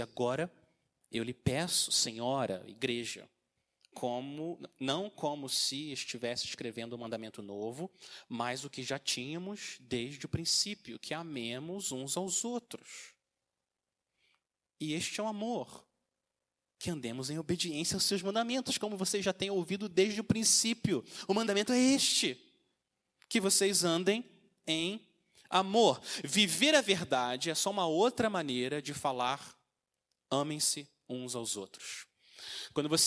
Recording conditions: large echoing room